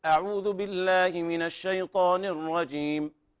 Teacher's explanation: يعني أقفل القراءة على حركتين · Term: الحادر